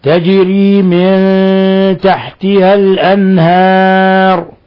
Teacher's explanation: حرف الهاء من لفظ الأنهار، حكم التجويد إظهار حلقي، إظهار حلقي لأن النون سكنت وجاء بعدها حرف الهاء، وحرف الهاء من حروف الحلق، فنظهر النون